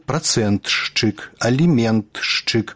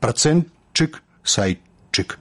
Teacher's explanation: Гэта я іх тут па гуках разжоўваю, а па праўдзе гук «т» павінен зліцца з наступным «ш» у гук «ч» · Shown in: second take · Але ж далей ідзе яшчэ адзін гук «ч», то як «працэнтчык», «сайтчык».